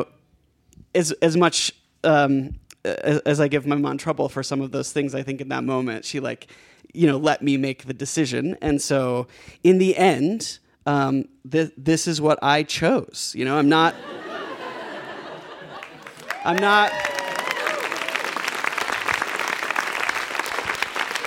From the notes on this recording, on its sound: He told this story live at our 9th anniversary show on 20 March 2019 at Buntport Theater.